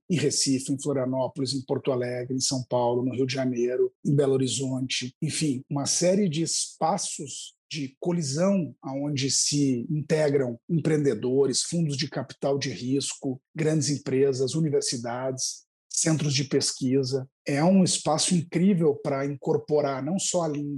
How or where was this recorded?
video call